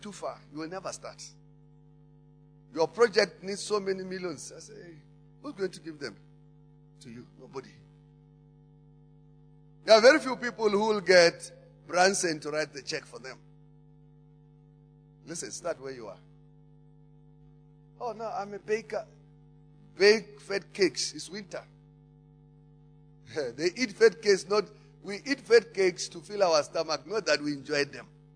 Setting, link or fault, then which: setting, large echoing room